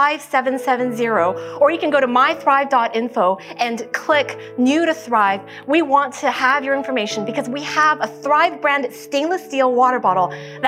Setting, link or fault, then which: setting, large echoing room